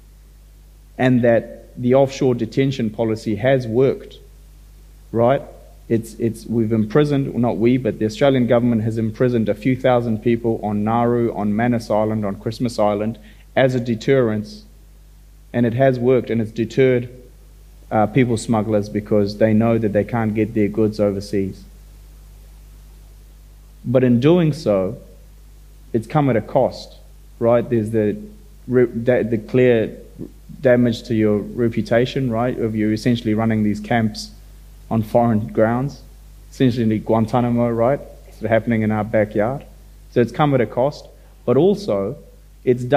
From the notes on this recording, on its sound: the opening event of the 2022 Marlborough Book Festival